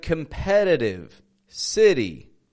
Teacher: We've got flap T's in words like competitive, city